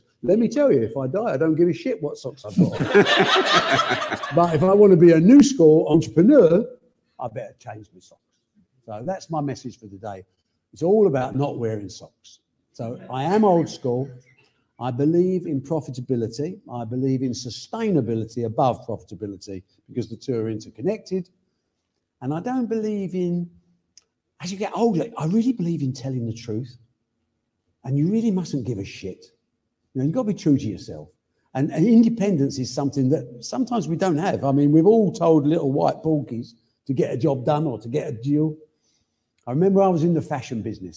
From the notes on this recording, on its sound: this live Q&A episode